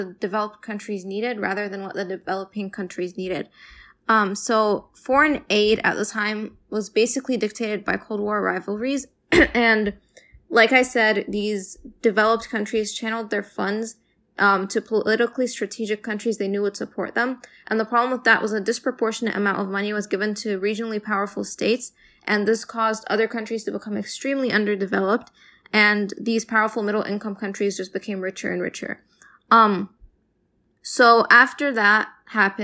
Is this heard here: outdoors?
no